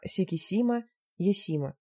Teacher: у японцев есть «с», мягкое, близкое к русскому «с» в слове «авоська», но с большей шепелявостью в словах «сикисима», «есима».